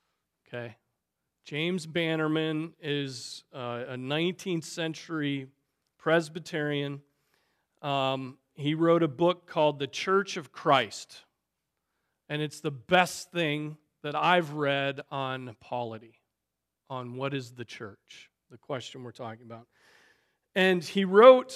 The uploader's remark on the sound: Preached on November 12, 2023 at Trinity Presbyterian Church ( Evangel Presbytery ) in Spartanburg, SC.